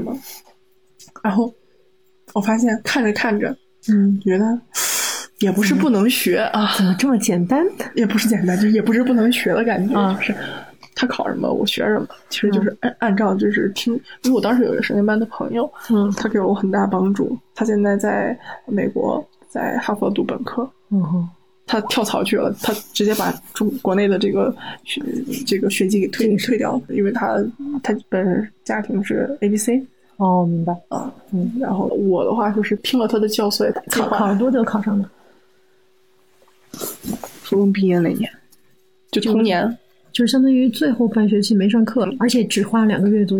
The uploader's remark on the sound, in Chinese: 源于我在泸沽湖做义工。院子里还有一桌我很不喜欢的客人居然半夜打麻将。